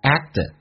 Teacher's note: Act 指的是表现的很礼貌，formal 可以表示正式，也可以表示拘谨。礼貌和拘谨。对一个刚在一起第一次那么约会的一位女士，来看一下 have you 不被强调，第一个 have 说成 her， you 可以说成也，也可以说成 you，用降调来发 haveyou， have youever， have you everacted，这个单词听力有点难点，第一个是那个可你听不到，每次发音那个可不发音，两个辅音在一起就用发后面一个，而且气流要阻塞一下